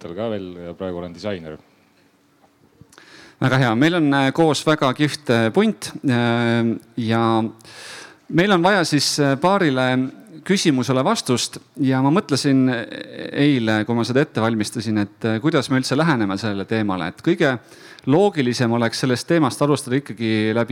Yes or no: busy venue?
yes